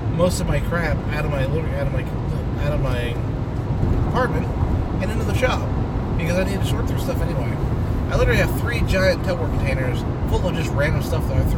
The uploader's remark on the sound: Special Car edition